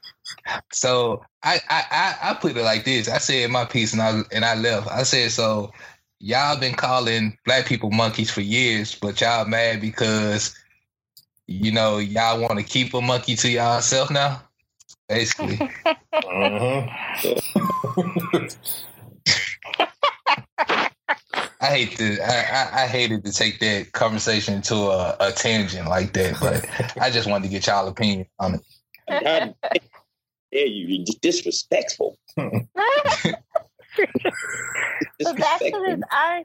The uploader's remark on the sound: We apologize for the quality issues in this episode.